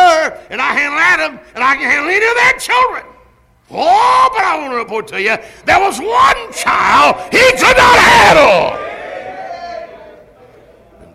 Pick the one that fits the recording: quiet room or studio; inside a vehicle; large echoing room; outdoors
large echoing room